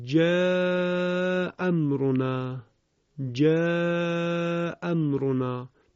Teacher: اون همزه مفتوح آخر کلمه جاء متصل میشود به میم ساکنی که در واقع همزش حذف شده اول کلمه · Term: مد متصل